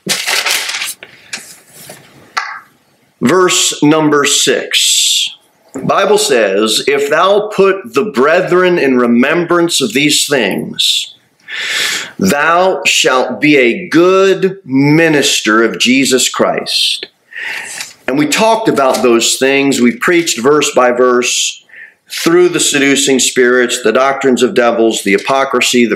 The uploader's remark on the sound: Sermon delivered at Pilgrim Baptist Church on Thursday, November 16, 2023, at 6-15 pm. Cookeville, TN 38501.